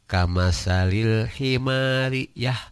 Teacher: Nah eta teh aya jeda kanggo misahkeun ri jeung ya.